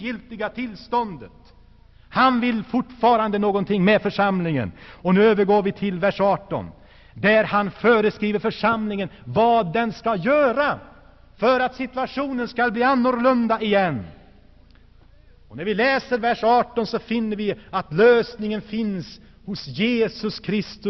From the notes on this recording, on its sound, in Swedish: Inspelad i Saronkyrkan, G&#246;teborg 1985-01-20.